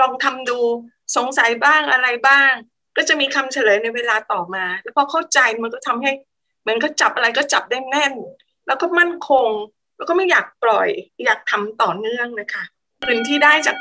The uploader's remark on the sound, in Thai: เป็น 1 ใน 3 คอร์สออนไลน์ (ผ่านโปรแกรม Zoom)